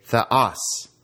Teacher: The accent is on the second syllable, and the epsilon is short.